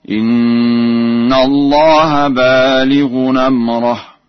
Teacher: قرأ ورش بتنوين بالغ ونصب راء أمره، ويلزم من ذلك ضم الهاء